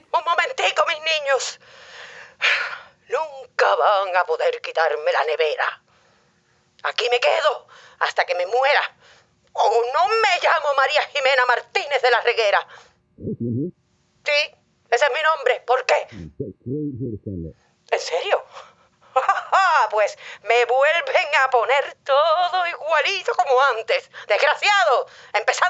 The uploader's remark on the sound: Call their mother in Colombia. They call their mother, who sounds like she's getting robbed!